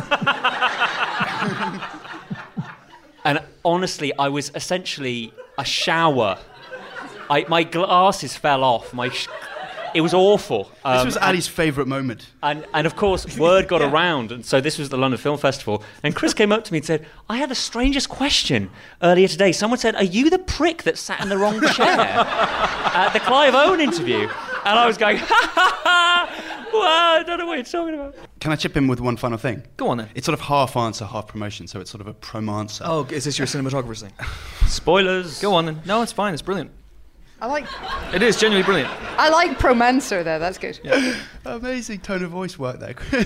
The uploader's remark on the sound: The Empire Podcast was recorded LIVE in front of an audience of lucky, lucky fans in Leicester Square's very own Prince Charles Cinema.